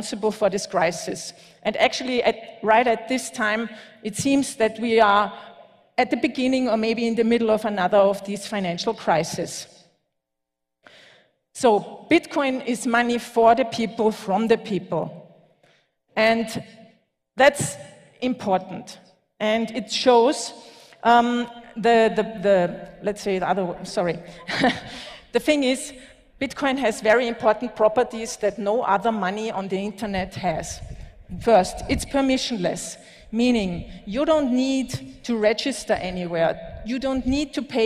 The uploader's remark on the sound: Talk at LaBitconf 2021 in El Salvador, the longest running Bitcoin conference in Latin America.